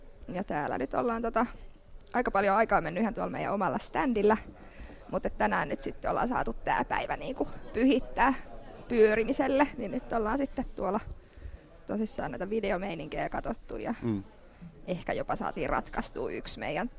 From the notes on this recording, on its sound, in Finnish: SomeCastin erikoisjakso äänitettiin Tampereella Nuori2017 -tapahtumassa 28.